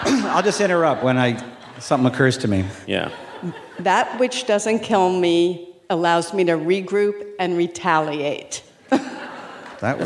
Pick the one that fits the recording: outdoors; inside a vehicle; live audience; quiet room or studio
live audience